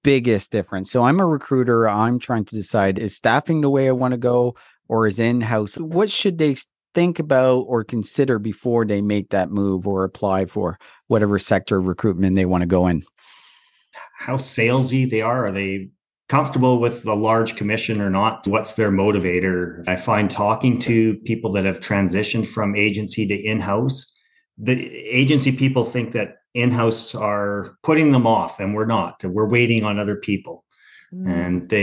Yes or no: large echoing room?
no